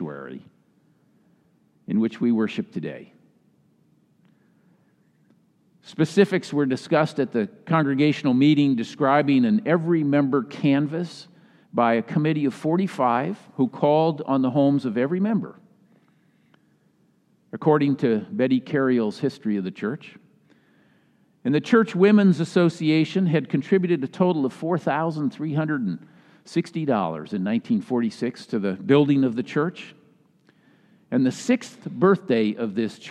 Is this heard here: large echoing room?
yes